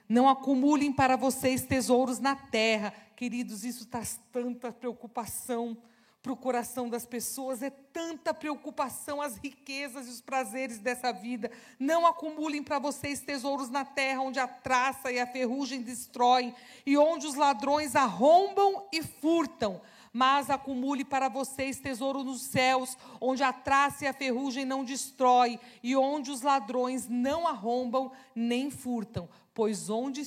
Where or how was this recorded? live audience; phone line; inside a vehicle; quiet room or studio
live audience